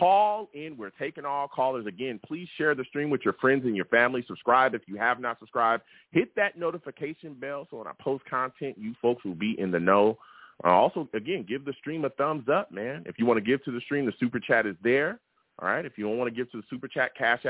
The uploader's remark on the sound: Live immediately after the Jets game against the Broncos, I sat down and discussed the game! The callers went crazy on this show and the takes were flying! I take live callers!